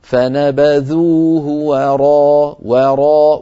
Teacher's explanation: عندنا وراء وراء، فالواو مرققة والراء مفخمة، فنبذوه وراء وراء، ولا نقول وراء وراء فنفخم الواو من أجل الراء بعدها.